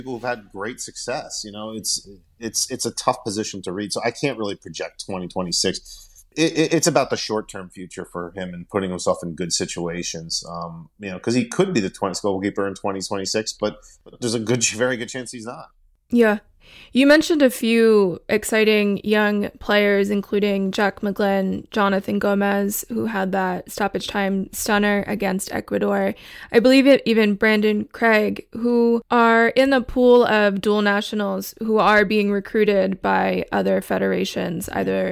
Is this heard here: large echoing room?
no